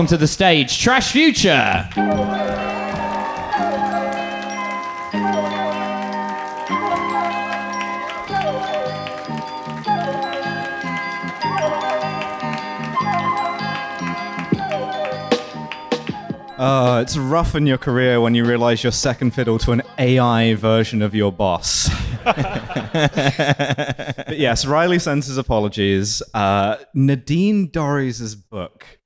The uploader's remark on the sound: LIVE at Between The Bridges